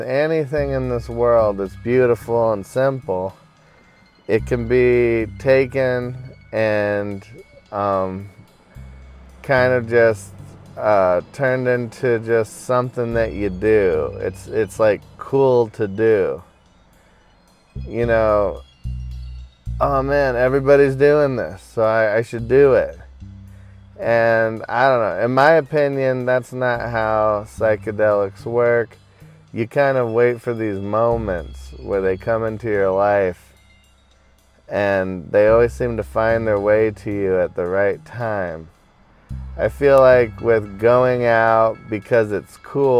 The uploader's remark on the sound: hanging out in my car today